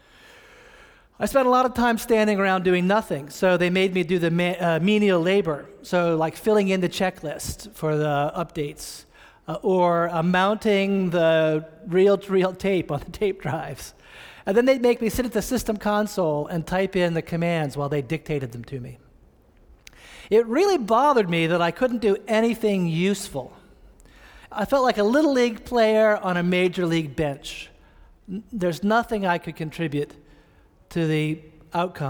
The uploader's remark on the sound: preached this sermon on October 18, 2015, at Reservoir Church in Cambridge, Massachusetts.